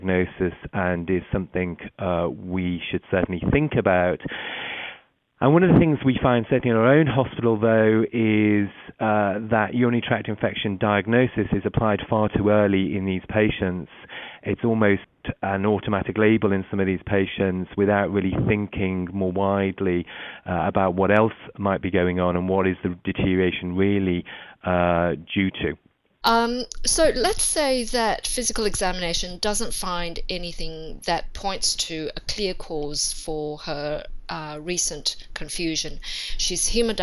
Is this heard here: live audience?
no